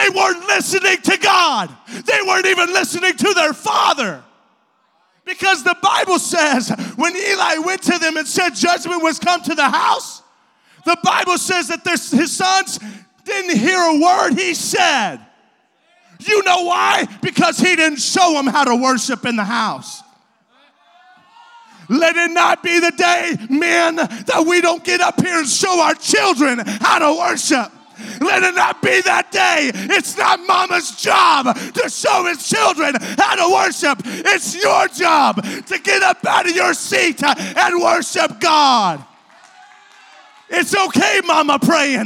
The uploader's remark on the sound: This was recorded at Truth Apostolic Church in Madisonville, KY.